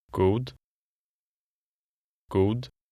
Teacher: In numbers 7 through 9, the G makes a hard sound, as in English go. The D at the end of the word is like a cross between a D and a T.